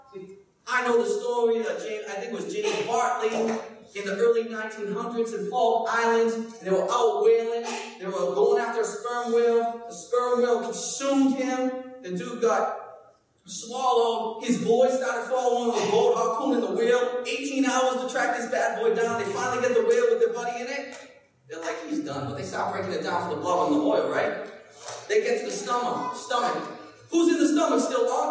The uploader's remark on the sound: Preached at Restoration Road church on March 19, 2017.